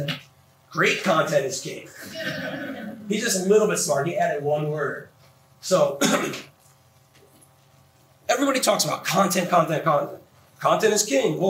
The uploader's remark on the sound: WordCamp Los Angeles 2011. Sorry, the audio isn't perfect! WordPress WordCamp's can get a bit noisy.